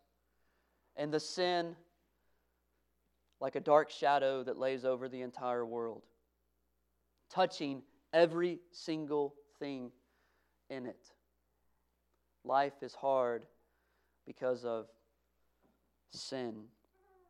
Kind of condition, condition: setting, large echoing room